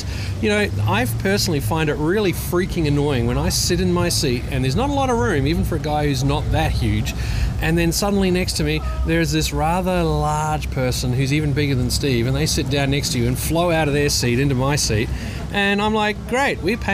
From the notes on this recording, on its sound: Recorded on the banks of the Yarra River in Melbourne near Princess Bridge (sheltering from the rain).